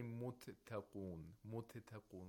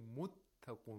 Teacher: The first one is not pronounced. We don't release the sound of the first consonant. · Shown in: second take · Term: tashdid